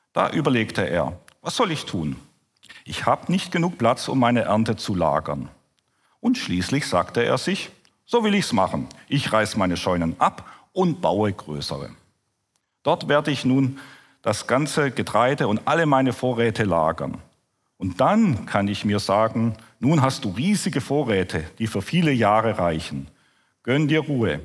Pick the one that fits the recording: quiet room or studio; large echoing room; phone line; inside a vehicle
large echoing room